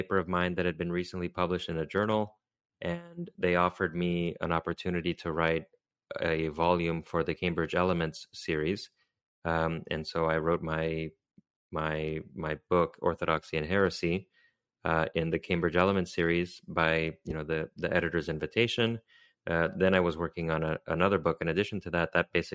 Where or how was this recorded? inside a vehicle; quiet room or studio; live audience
quiet room or studio